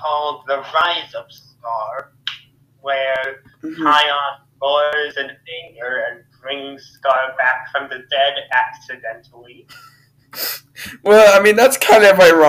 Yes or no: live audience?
no